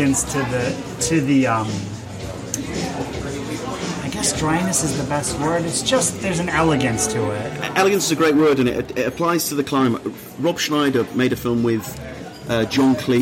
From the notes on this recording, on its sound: This was recorded "in the before time". We chatted in a London hotel bar, so please do enjoy the clinking of glasses and background chatter.